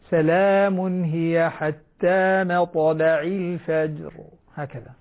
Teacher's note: مطلع الفجر، مطلع قلقلة الطاء وأيضا الفجر بدون ما أن نمد الفتحة